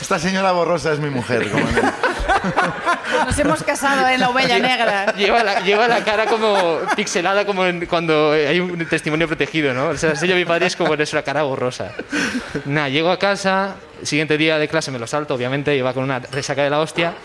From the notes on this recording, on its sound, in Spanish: El público también sube a contarnos